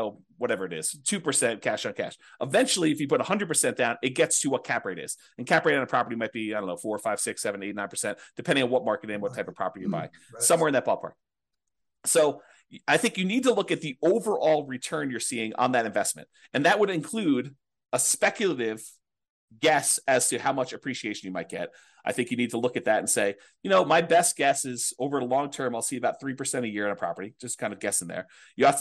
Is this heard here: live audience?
no